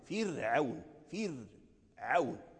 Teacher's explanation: الراء إذا كانت ساكنة وتقدمها كسر فجميع القراء رققوها · Term: الترقيق